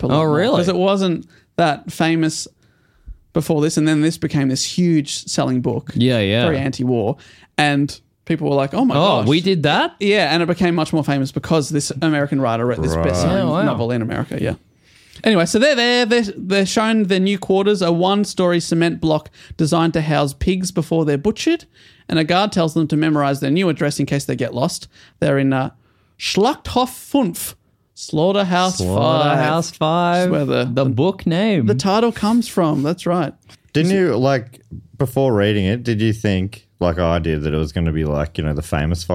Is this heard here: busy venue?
no